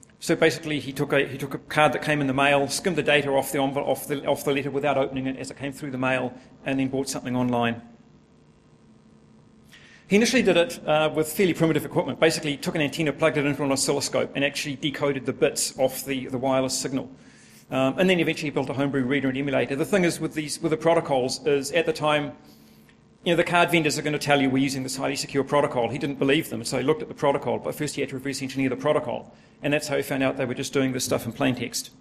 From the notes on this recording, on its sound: a full recording of a presentation